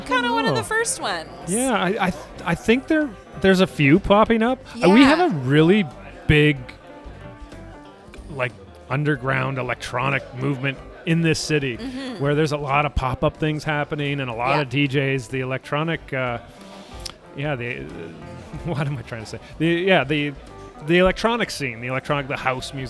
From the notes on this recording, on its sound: go live from AOK Craft Beer + Arcade Bar in Downtown Kitchener